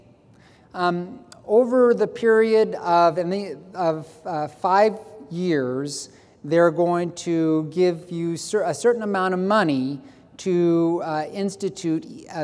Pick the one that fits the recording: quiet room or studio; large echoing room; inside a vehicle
large echoing room